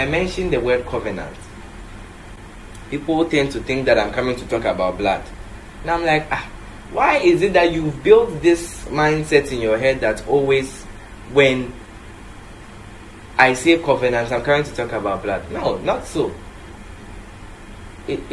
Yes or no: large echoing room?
yes